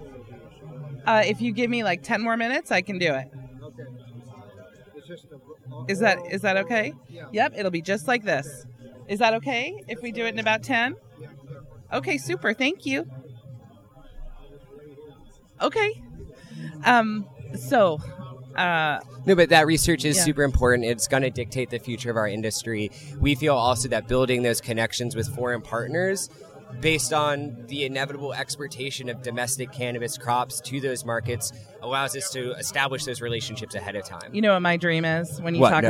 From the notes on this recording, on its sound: Live from the show floor of Concentration 2019 in Pala California.